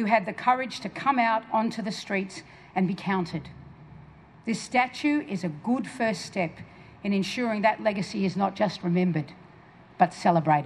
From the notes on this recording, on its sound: We go outside Victoria Trades Hall. With a very large crowd of people gathered for the unveiling of the workers' hero Zelda D’prano.